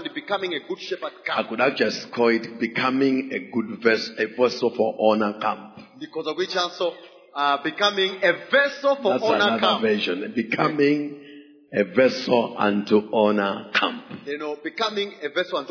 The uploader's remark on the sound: Preached During the Week of Jubilee at Word Alive Blantyre City Church.